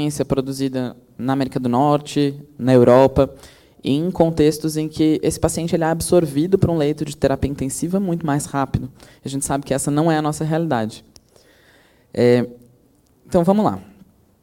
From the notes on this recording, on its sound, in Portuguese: Gravado ao vivo no Congresso de Emergência USP.